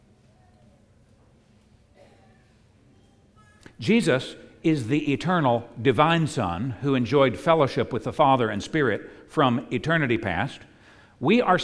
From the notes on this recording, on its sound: At the United Christian Church of Dubai. On Easter Sunday 2022.